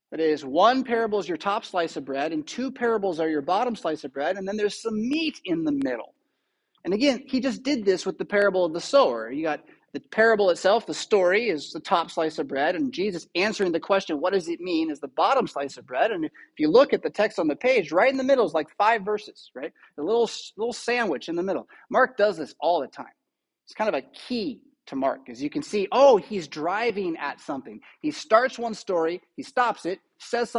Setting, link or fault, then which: setting, large echoing room